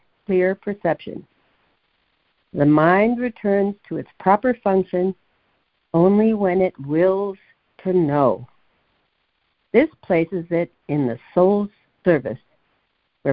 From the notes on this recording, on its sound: ACIM Daily Conference Call